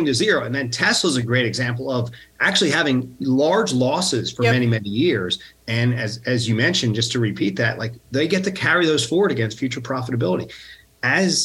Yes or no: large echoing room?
no